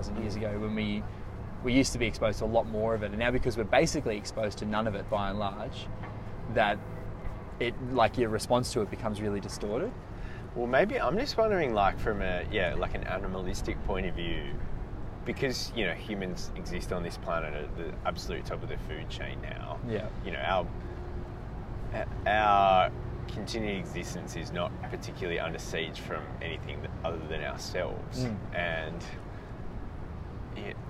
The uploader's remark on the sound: live from Barangaroo boardwalk!